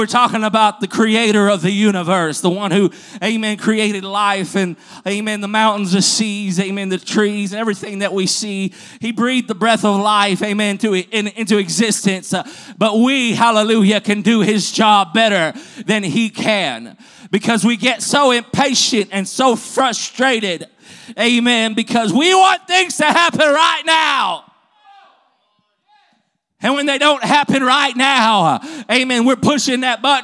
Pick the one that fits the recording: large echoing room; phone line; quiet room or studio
large echoing room